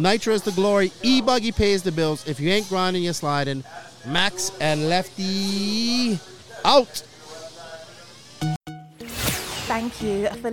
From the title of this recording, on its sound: Live from Finals Day at the 2021 ROAR Nationals